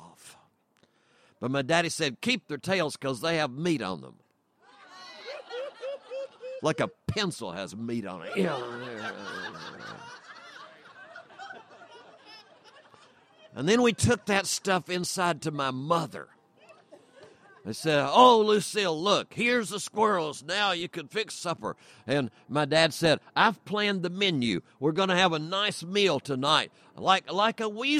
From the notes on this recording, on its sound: tales at the PowellsWood Storytelling Festival in Federal Way, Wash.